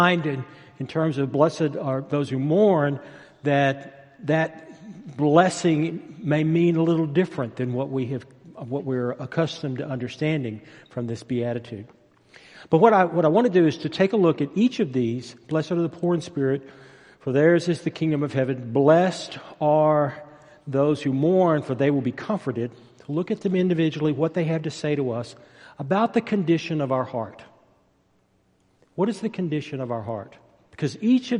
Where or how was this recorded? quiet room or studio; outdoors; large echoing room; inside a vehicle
large echoing room